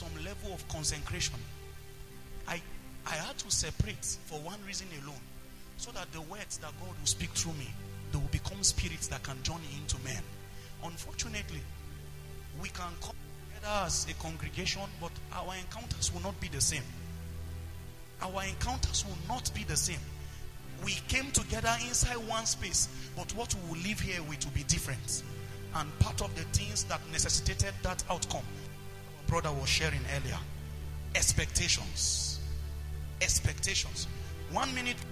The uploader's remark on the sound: preached at the Potter's Treasure Church, Kaduna.